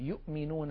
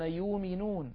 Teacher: يقرئهم صلى الله عليه وسلم بذلك، وبعض العرب كانوا يقولون يؤمنون من غير همزة بإبدال الهمزة واوا · Shown in: second take